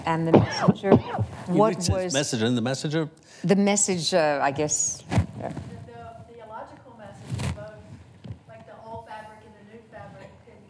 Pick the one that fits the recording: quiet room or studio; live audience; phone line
live audience